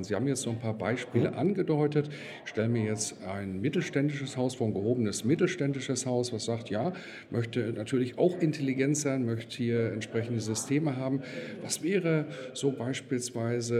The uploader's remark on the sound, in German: im Interview auf dem Congress der Controller 2019